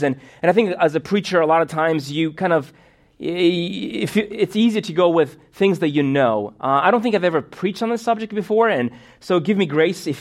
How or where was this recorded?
large echoing room